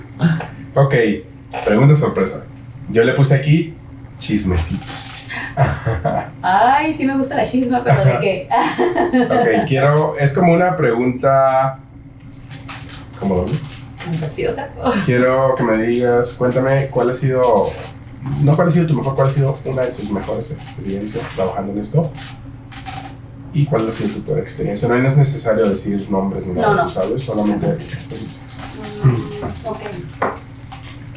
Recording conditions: poor sound quality